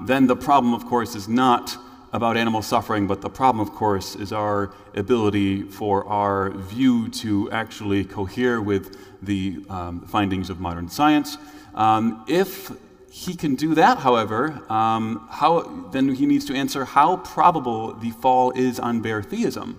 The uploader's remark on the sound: The event was organized by Capturing Christianity and held on May 6, 2023 at the Lanier Theological Library in Houston, TX.